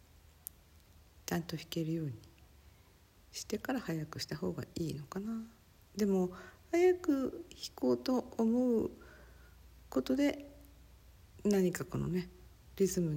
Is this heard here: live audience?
no